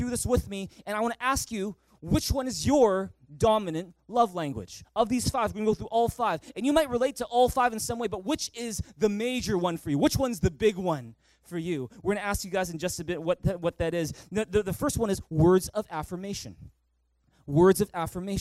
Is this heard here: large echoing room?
yes